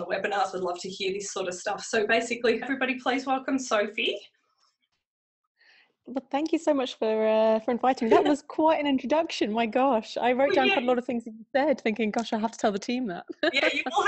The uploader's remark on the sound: Originally a recorded webinar.